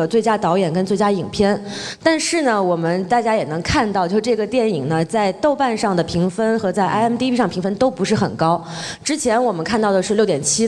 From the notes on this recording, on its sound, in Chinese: 上海美琪大戏院。映后交流的现场录音。回答了现场观众的录音。